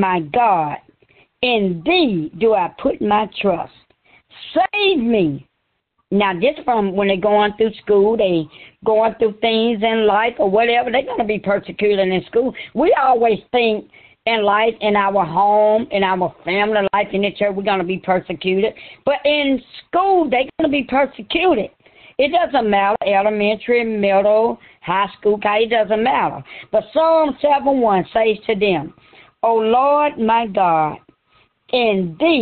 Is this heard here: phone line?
yes